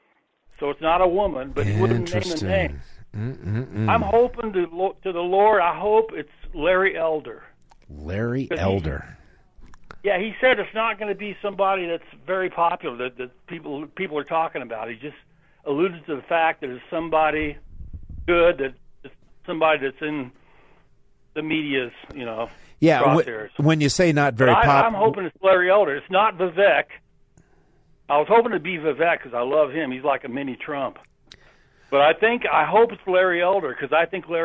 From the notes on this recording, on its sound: The phones stay lit for the final hour with callers, old and new